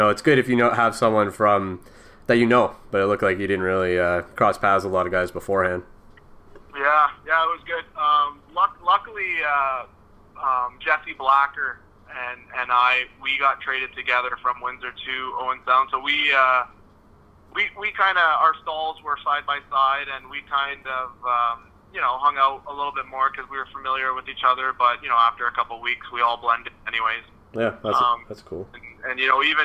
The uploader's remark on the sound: On the phone (03:28).